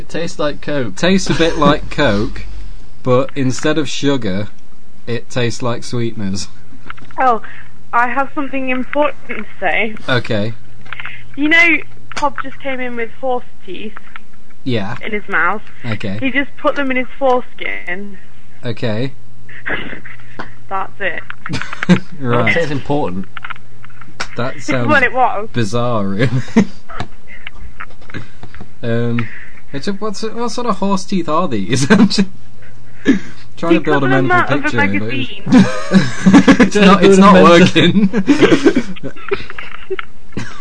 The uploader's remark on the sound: featuring phone calls